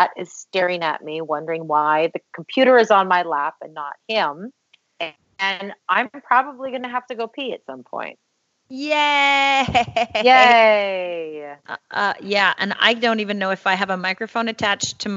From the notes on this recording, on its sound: attempt to do a recording session via Skype